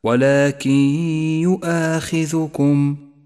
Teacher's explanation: حرف إدغام بغنة، والواجب هنا أن نسقط النون من اللفظ وأن نقف بغنة على حرف الياء الذي بعدها